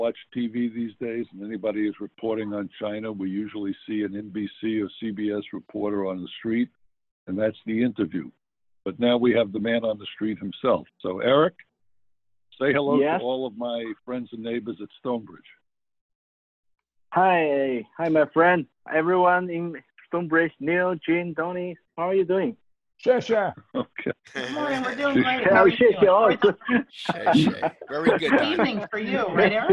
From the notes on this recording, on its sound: Called in live from Shanghai, China. Called in live from Shanghai, China.